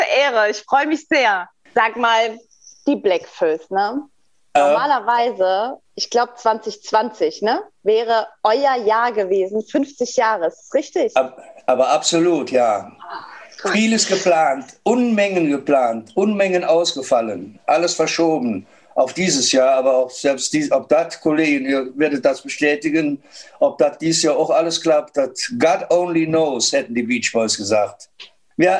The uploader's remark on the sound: Von Couch zu Couch. Zoom Meeting XXL.